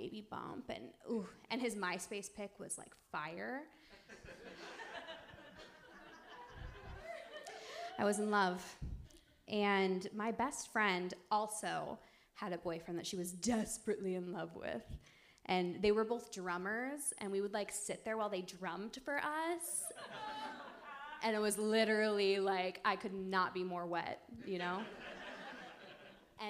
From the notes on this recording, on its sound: LIVE at RomCom Fest. We had a live show at the Downtown Independent!